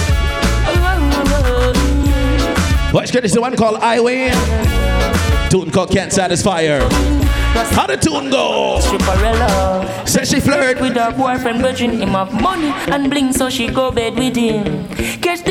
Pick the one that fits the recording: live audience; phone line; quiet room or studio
live audience